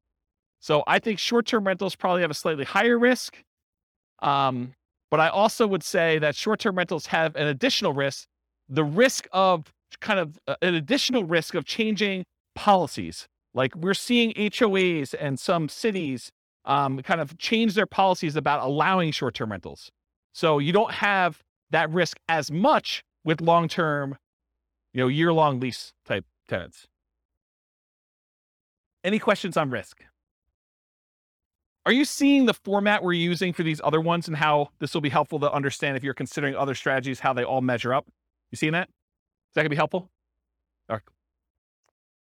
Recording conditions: live audience